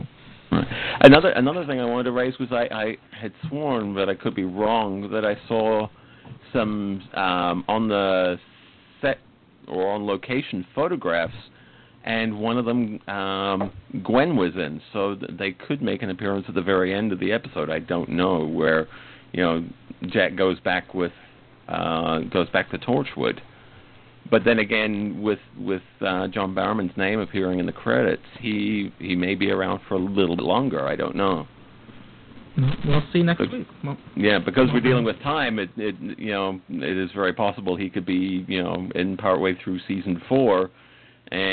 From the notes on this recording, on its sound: Live Roundtable Episode. With live listener feedback. Recorded live on the net via TalkShoe. Note: This is a "Rough, Ready, and Raw" version -- this podcast episode is going out as it was recorded, with no post production work...